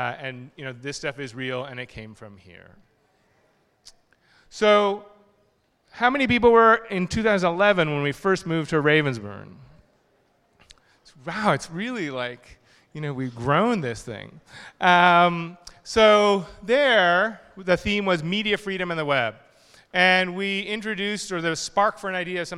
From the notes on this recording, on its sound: This is the #Airtime recording of the Mozilla Festival opening session in London.